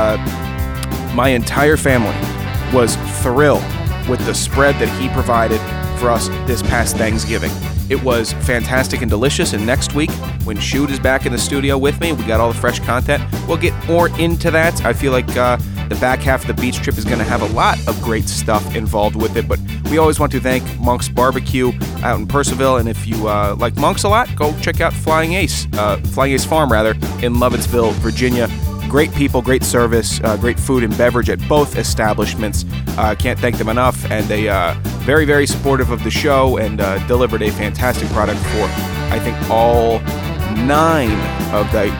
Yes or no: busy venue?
yes